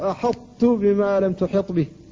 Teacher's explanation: الحرف إذا أريد إدغامه لا بد أن يبدل مجانسا مماثلا للحرف الذي يدغم فيه، لكن مع ذلك تبقى رائحة الطاء لتغلب على التاء قبل النطق بها، فيقال أحط بما لم تحط به، فيبقى منها الاستعلاء، يرتفع اللسان عندها. · Term: الإطباق